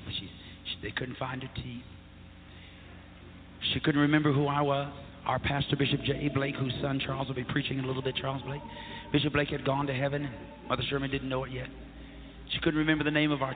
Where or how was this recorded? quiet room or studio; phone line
phone line